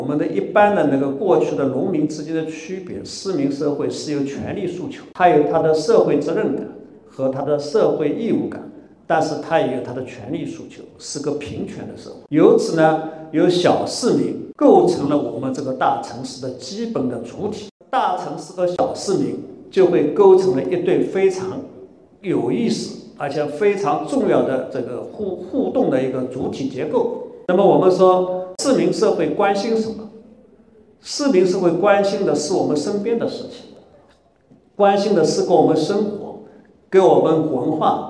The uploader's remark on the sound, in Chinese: 本期播客是艺仓美术馆线下公教讲座现场实录